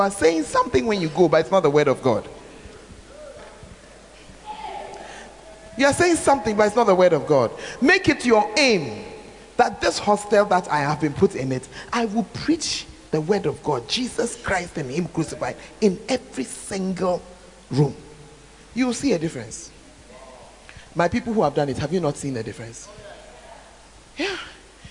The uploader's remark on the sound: Preached At The 12 Foundations Of The Bacenta Camp